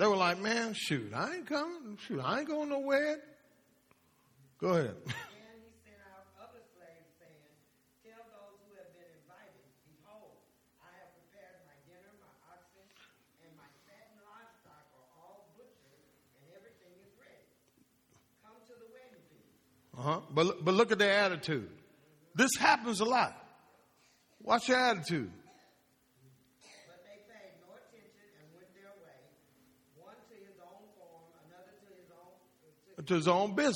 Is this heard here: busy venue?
no